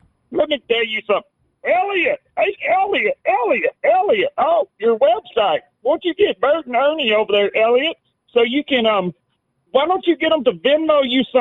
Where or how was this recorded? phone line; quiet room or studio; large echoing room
phone line